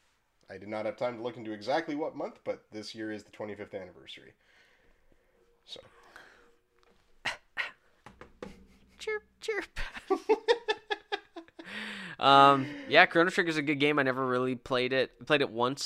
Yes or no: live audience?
no